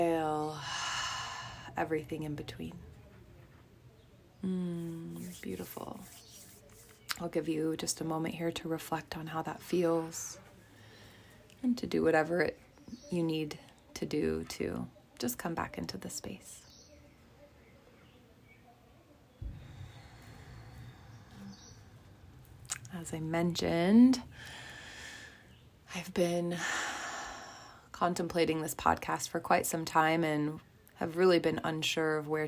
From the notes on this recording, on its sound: From the forest of Lake Atitlan, Guatemala, I decided it was time to hit record and get this pod party started!